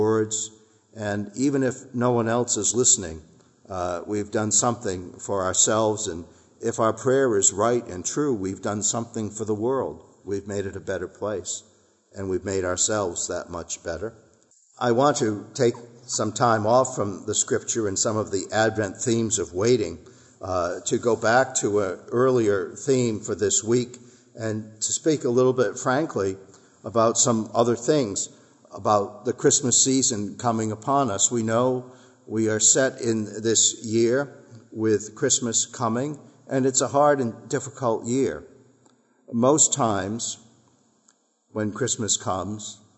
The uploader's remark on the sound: Our worship service at the Old First Church in Bennington, Vermont